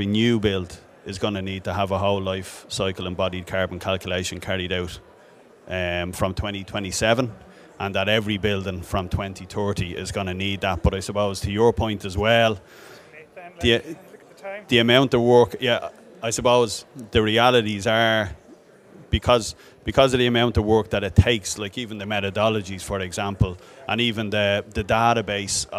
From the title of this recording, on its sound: Live from Dublin